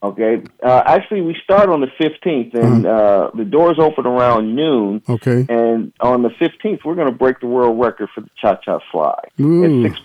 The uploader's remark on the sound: In the studio. Via phone.